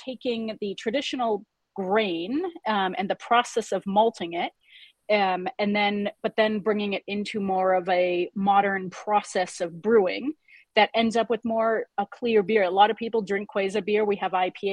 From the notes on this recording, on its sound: our real ale craft beer, live beer webinar